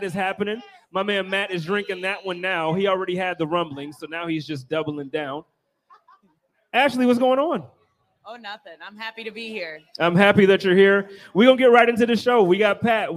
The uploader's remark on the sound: Live at Resurgence Brewery. Live from Resurgence Brewing Company!!